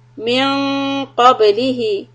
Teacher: here the noon is ikhfa, heavy quality because of qaf coming up. And qablihi, basukun is qalqala, and ha stretch it, sila sughra, to harakat.